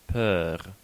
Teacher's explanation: The open mid-front rounded vowel, lowercase oe digraph, e, as in French, peur.